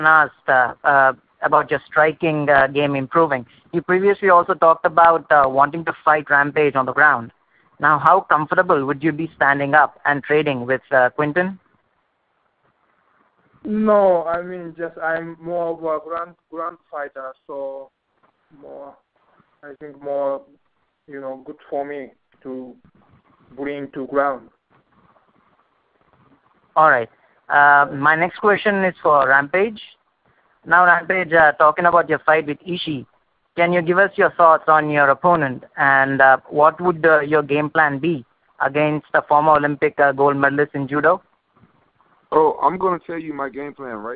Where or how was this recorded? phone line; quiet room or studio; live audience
phone line